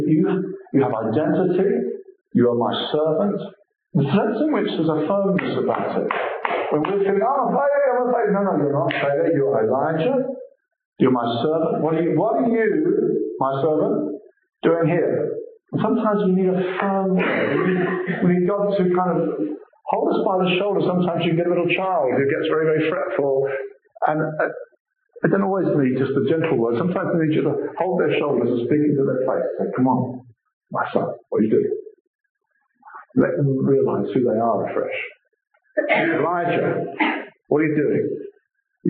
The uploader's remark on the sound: given at out 2012 Pastoral Refreshment Conference